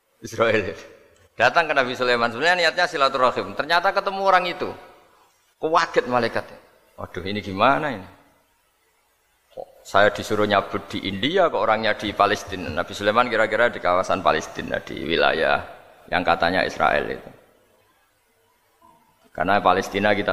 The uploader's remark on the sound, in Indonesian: Ngaji di RSUD dr. Soetrasno Rembang HUT ke 66, 13 Februari 2021